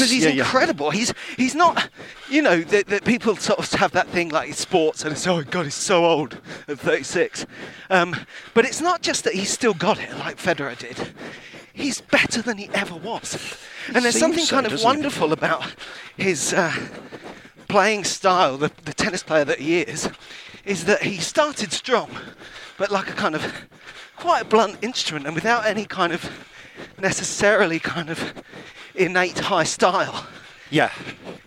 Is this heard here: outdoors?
yes